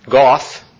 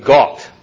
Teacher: The TH in Hebrew also is pronounced as a hard T, not as a th like we do · Shown in: second take · goth, but it'd be got.